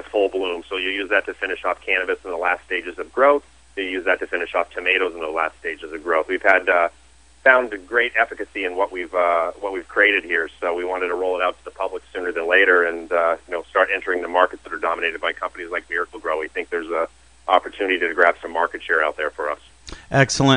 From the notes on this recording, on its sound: called into SmallCapVoice